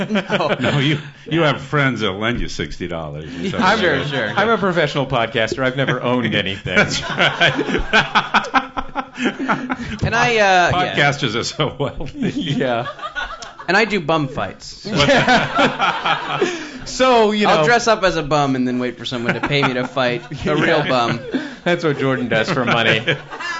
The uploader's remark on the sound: This episode was taped before a live audience for the Monsters of Podcasting Tour in San Francisco.